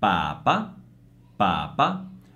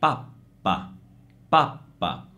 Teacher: per fare la doppia, io non prolungo il suono della P, io semplicemente faccio una piccola pausa prima di pronunciare la consonante · Shown in: second take